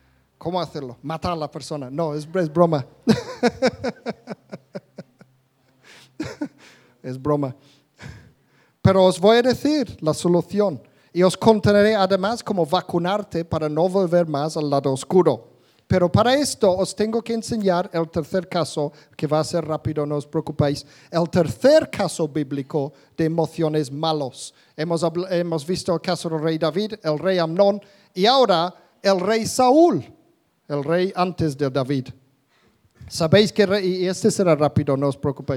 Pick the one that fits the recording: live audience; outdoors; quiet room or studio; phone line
live audience